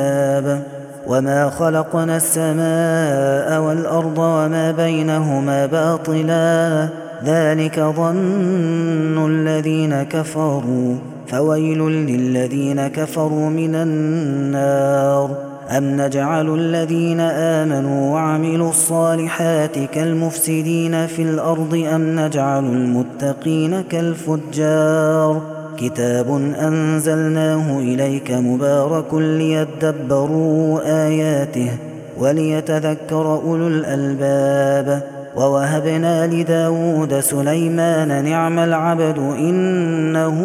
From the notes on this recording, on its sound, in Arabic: هذا التسجيل من صلاة التراويح